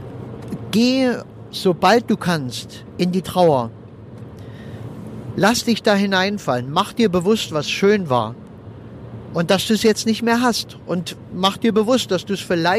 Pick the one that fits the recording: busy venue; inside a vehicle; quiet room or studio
inside a vehicle